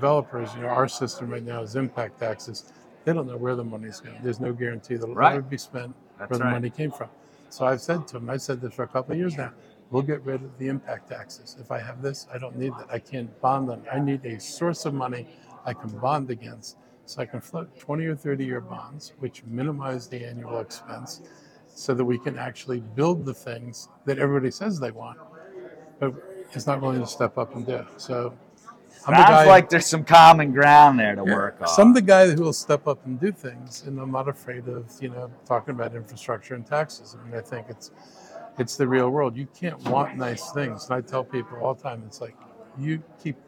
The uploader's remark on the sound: at the Winter Maryland Association of Counties Conference